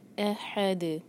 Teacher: دال پر رکیں گے تو دال پر قلقلہ